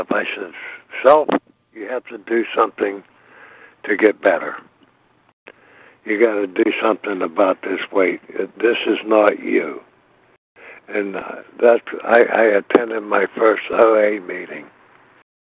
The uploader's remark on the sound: from the 100 Pounders Phone Meeting, 6/18/23.